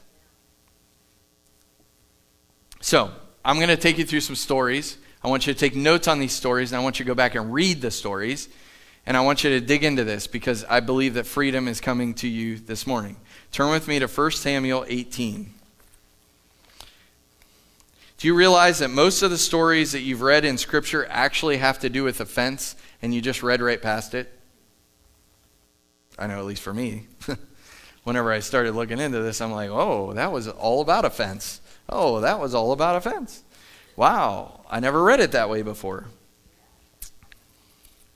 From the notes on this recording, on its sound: Live from The Summit Church in Dover, OH